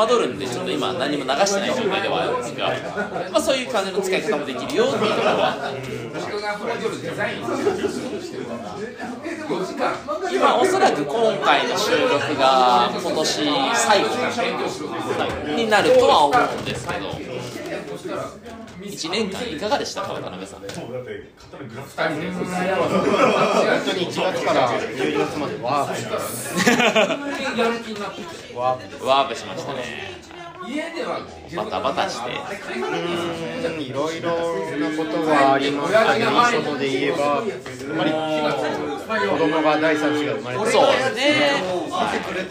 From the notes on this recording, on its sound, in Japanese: 雑音多め。忘年会会場での録音のため雑音が多めです。ホストの2人は若干酔っ払いながら話してます。